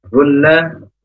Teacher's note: unna berdengung musyaddadah karena ada nun yang bertasdid